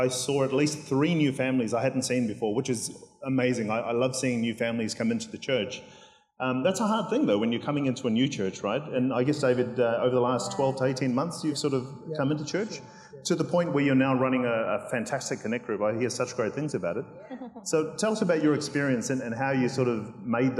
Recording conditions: large echoing room